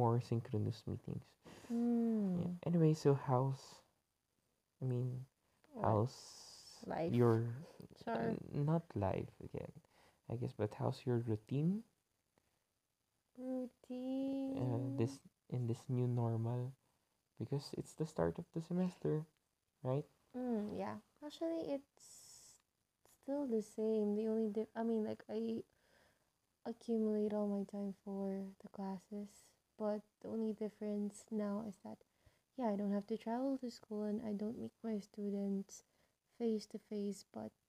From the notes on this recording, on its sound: late-night convo (thus, explains the lazy & quiet sound of this convo)